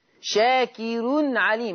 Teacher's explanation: هذه راء مضمومة ومسبوقة بكسر أصلي، شاكر عليم. فالراء مرققة عند ورش ها هنا في لفظ شاكر لأن الراء مضمومة ومسبوقة بكسر أصلي